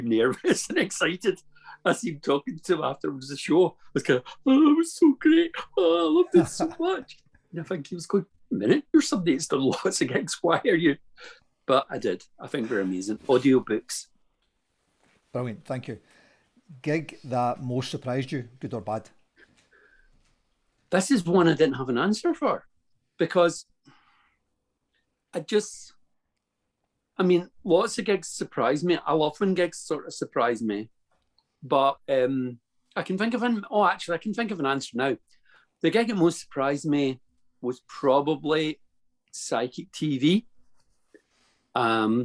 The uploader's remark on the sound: The hard drive with the edited audio and song inserts corrupted! We had great fun doing them, and have therefore decided to go ahead and publish the Zoom videos.